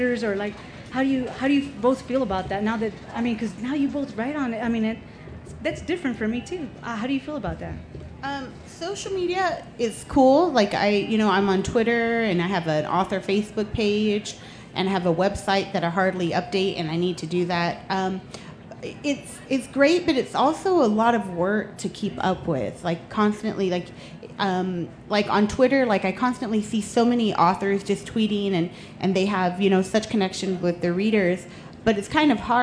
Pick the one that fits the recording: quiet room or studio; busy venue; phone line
busy venue